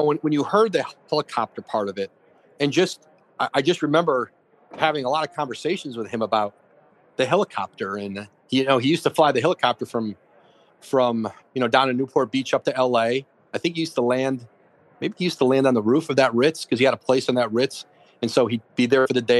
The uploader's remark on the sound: Live from radio row in Miami